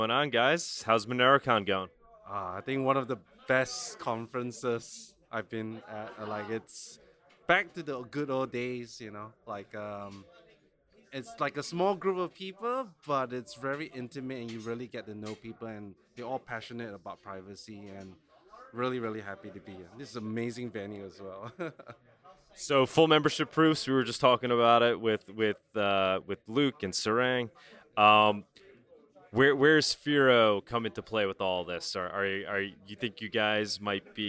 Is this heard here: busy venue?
yes